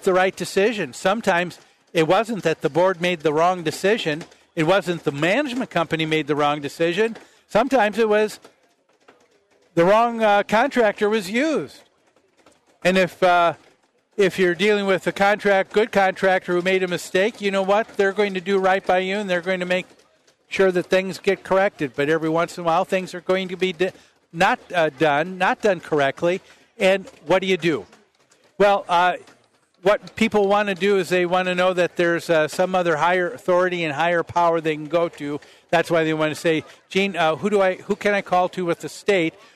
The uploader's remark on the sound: Live at the MN State Fair